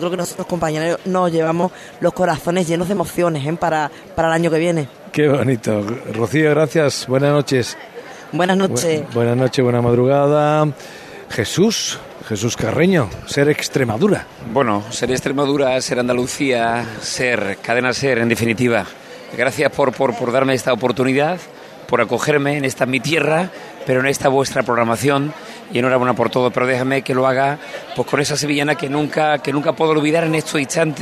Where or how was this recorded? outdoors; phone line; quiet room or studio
outdoors